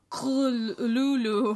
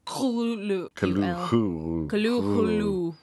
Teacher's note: But the actual sound, as nearly as any human organs could imitate it or human letters record it, may be taken as something like Cthulhu, with the first syllable pronounced gutturally